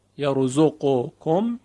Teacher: اگر مدغم و مدغمون فیه در یک کلمه بودن، مانند یرزقکم که قاف در کاف ادغام میشه، یرزقکم میشود یرزقکم.